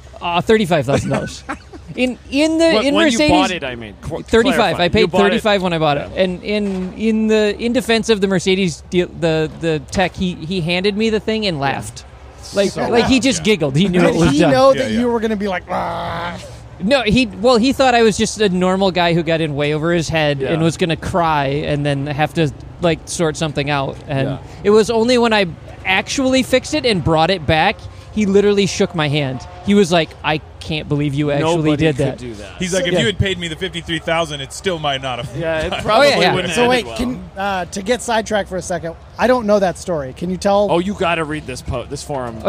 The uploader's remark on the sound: Late Saturday night at COTA, the #GRIDLIFE Staff hung out at the "Rally Ranch".